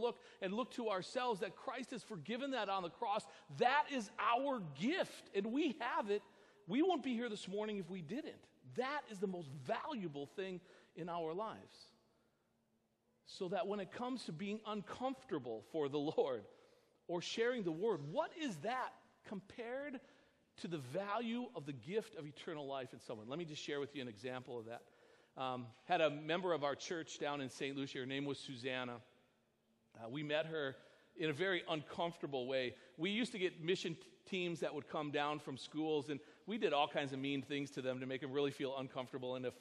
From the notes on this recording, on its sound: Sermon preached at Our Savior Lutheran Church in Birmingham, AL